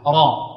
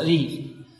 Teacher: قلنا تفخم إذا كانت مفتوحة راء، أو مضمومة رو، وترقق إذا كانت مكسورة ري